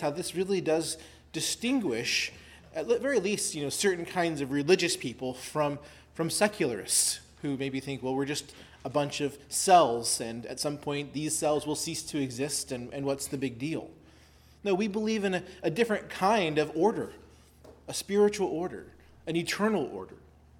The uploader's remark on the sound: preached at Christ Our Savior Baptist Church on Sunday, August 27, 2023